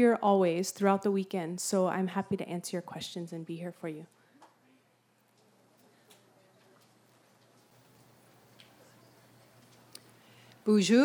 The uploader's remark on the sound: Recorded at the 2013 Bioneers Conference.